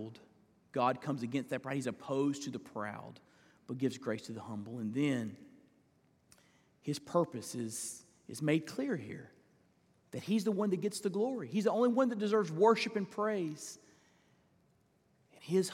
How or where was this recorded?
large echoing room